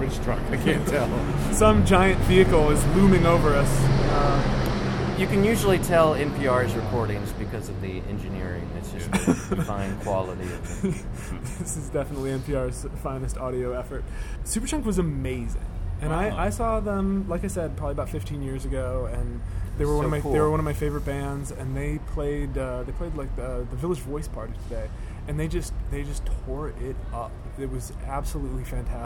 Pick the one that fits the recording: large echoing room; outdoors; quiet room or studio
outdoors